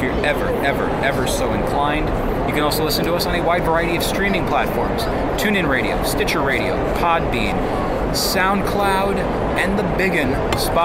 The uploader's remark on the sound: the episode we recorded during Toy Fair 2019 at the Jacob K Javits Center in New York City